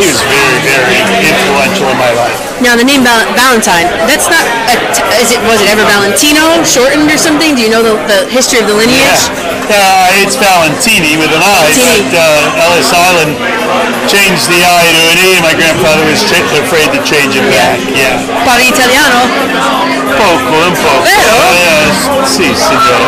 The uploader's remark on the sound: 2nd annual Italian American Baseball Foundation dinner at Carmine & Son’s in Brooklyn, New York